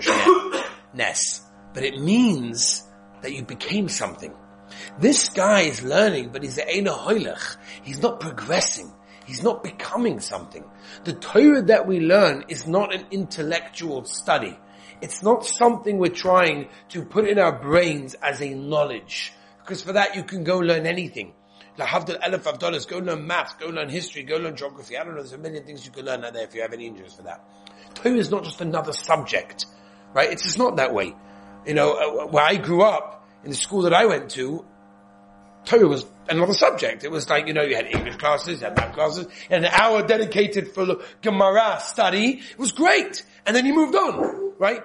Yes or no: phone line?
no